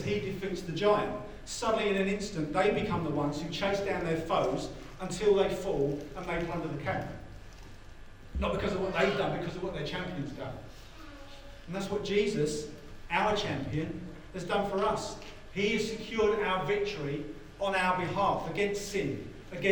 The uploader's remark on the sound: As we re-gather at Vibe in person. APOLOGIES FOR THE SOUND QUALITY.